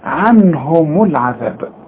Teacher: دي الميم مضمومة عند الوصل، إنما إذا وقفت هنسكنها نقول عنهم